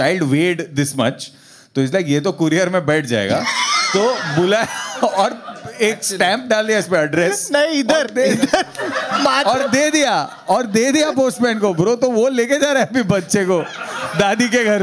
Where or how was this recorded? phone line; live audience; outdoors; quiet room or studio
live audience